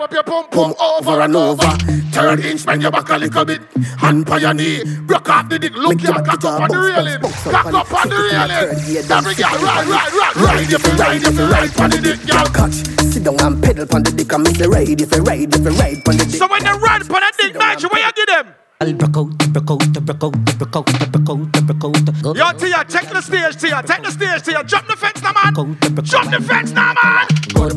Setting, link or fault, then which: setting, busy venue